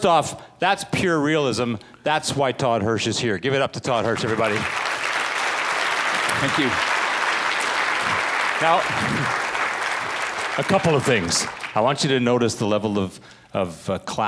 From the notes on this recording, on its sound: presentation from the 2015 REIN Commercial/Industrial Property Conference in Calgary